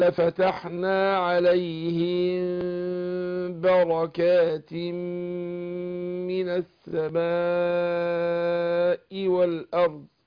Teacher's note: لما اخفي الميم هنا اعمل انفراج يسير قوي مع الغنة حركتين · Term: إخفاء شفوي